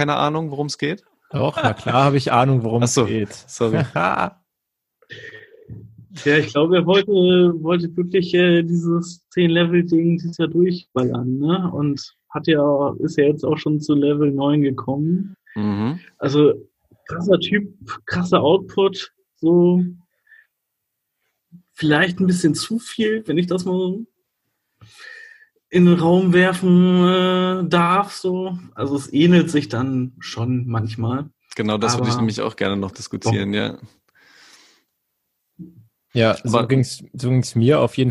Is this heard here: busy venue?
no